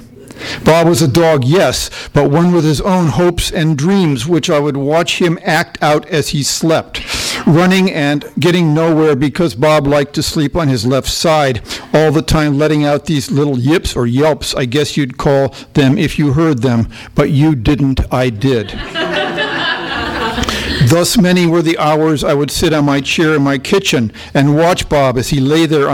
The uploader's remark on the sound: THIS EVENT WAS RECORDED LIVE AT SKYLIGHT BOOKS APRIL 5, 2011.